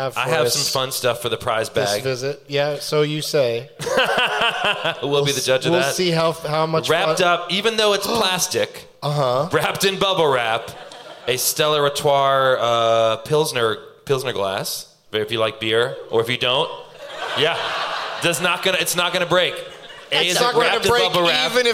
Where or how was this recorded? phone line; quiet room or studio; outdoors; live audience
live audience